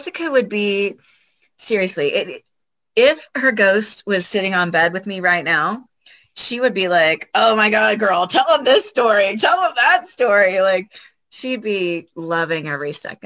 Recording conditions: video call